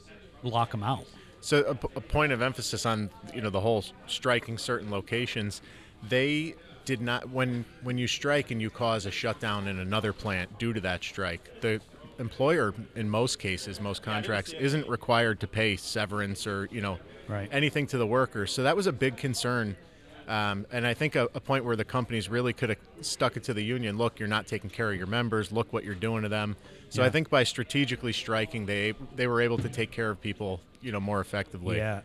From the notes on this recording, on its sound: We're on location at the annual Veterans Day celebration